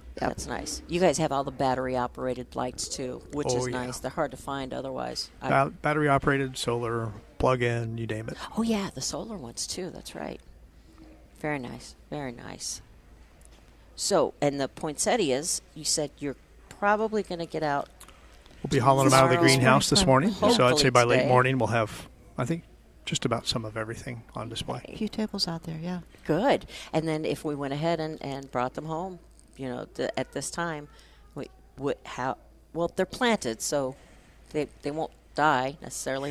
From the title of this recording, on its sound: Live at Prairie Gardens 11-20-21